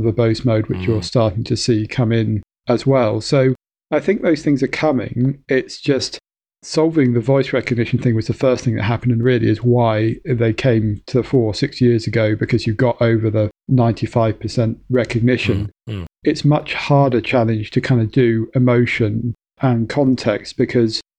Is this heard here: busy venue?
no